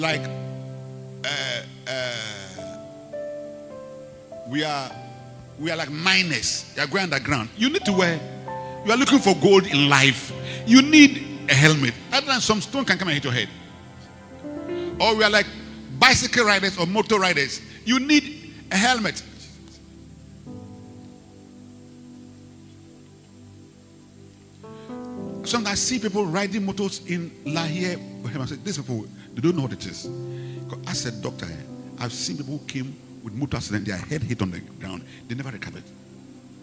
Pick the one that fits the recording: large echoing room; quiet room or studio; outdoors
large echoing room